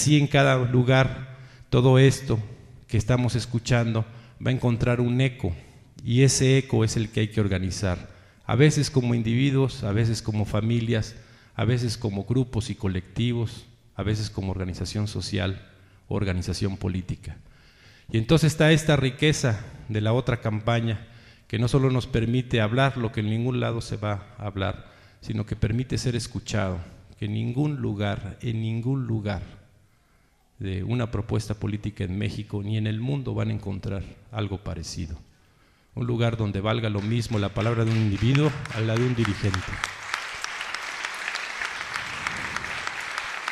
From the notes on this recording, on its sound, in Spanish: Reunión con adherentes en Querétaro. Reunión en el Teatro de la República, Querétaro.